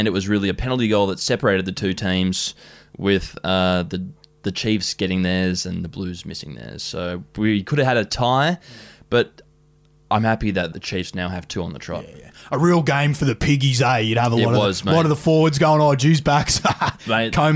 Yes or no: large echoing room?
no